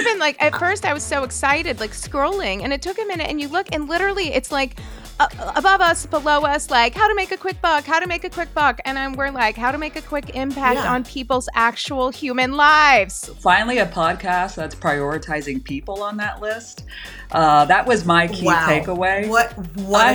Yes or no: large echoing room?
no